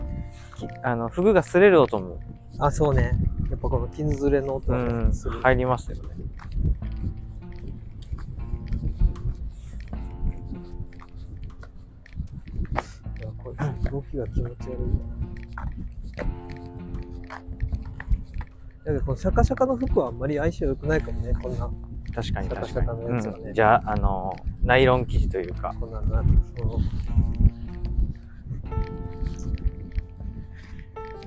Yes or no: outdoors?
yes